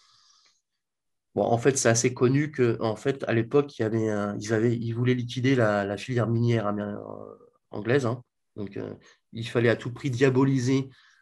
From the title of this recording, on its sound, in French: Conférence en ligne